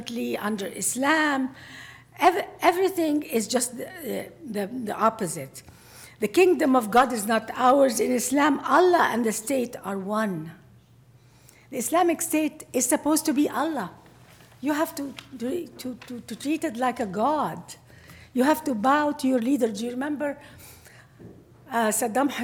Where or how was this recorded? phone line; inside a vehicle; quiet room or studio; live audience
live audience